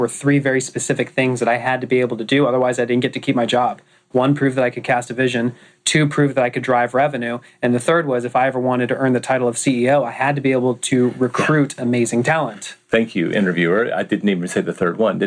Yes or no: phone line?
no